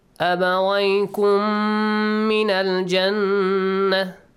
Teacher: Second meme is متحرك. So meme ساكن plus meme. We merge them. It's called idgham mithlain.